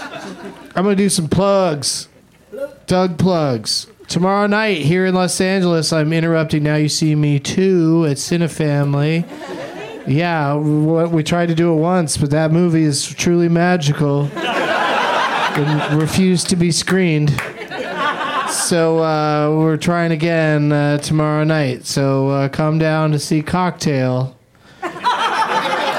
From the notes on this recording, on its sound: Live from the UCB Franklin